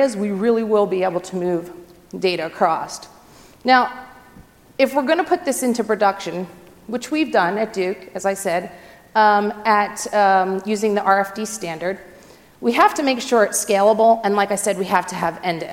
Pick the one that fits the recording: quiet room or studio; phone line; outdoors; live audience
live audience